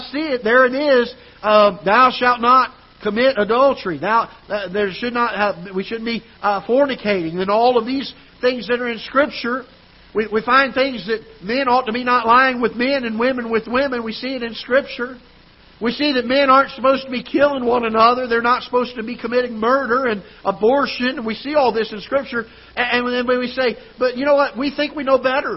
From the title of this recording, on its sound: Ketha Heights Baptist Church ~ Live Broadcast